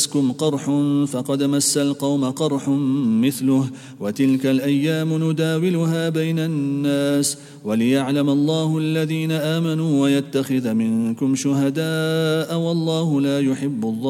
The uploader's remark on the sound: at the Houghton Masjid (West Street)